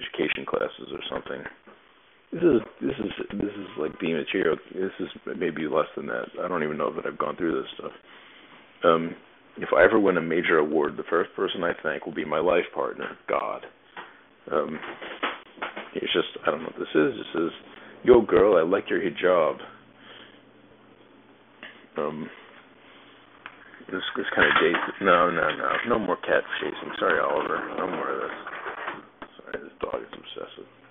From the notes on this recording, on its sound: A reasonably ok ep with inexcusable audio quality.